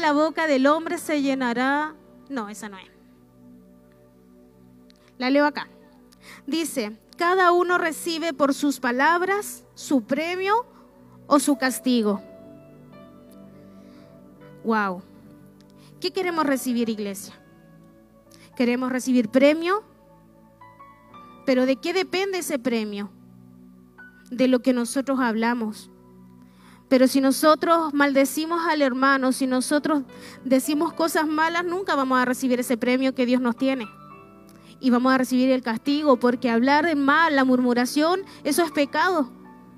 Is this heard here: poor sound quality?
no